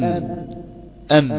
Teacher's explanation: يخرج الهواء من داخل الجوف يجد أن المخرج مغلقا فيرجع ويخرج من الخيشوم · Term: الغنة